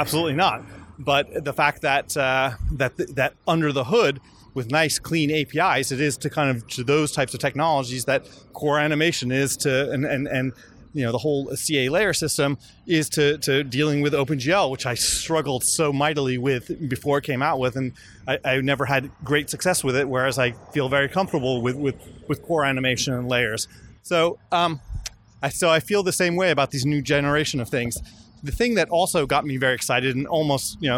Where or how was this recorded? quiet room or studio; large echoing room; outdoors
outdoors